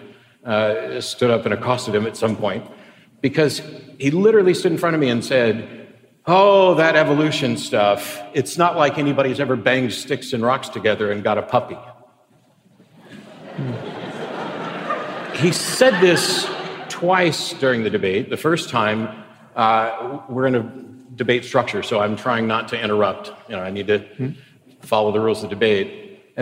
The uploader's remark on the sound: recorded at the Orpheum Theatre in Vancouver on November 2, 2017